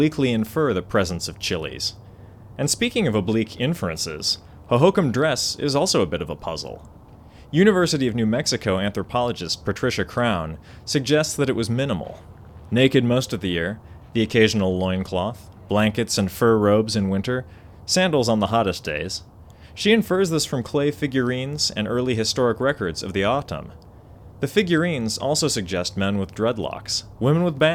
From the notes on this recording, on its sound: They agreed to show me around one of their dig sites. This episode is the heavily-edited result of three hours of walking around the Marana Platform Mound site.